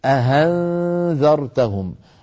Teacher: فيه من يريد أن يسهل الهمزة أن يقلبها هاء فيقول أهنذرتهم، هذا قلب الهمزة المسهلة هاء سببه عدم الإتقان